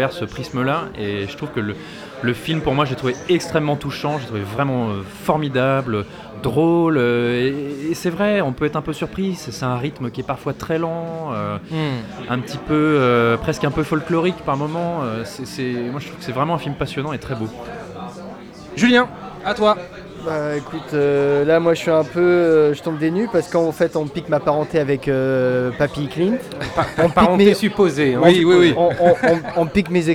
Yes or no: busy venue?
yes